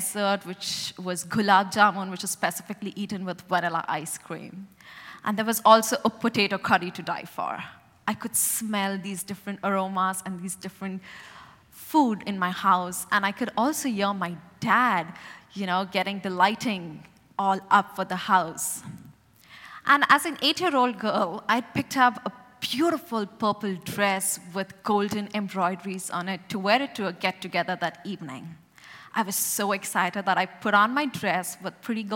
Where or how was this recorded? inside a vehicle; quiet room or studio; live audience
live audience